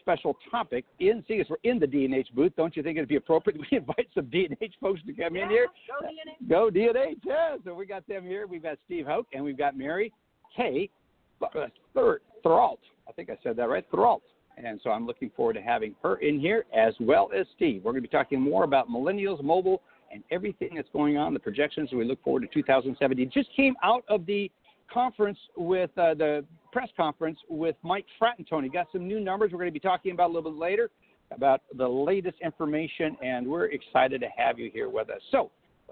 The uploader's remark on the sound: "LIVE" from the MBA conference in Boston, MA. 'live' from the D+H booth at the MBA conference in Boston.